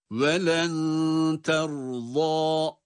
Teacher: Bakınız burada kalın bir ra harfi var, cezimli okunuyor.